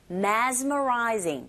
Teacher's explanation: 특히 mess라기보단 z로 발음해 주셔야 돼요